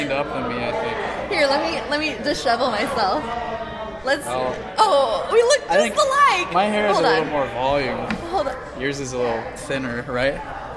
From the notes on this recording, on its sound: This weekend was the Podcast IA meetup at Sherwood Forest Event Center in Windsor Heights. We recorded an episode in the middle of it. We were also livestreaming.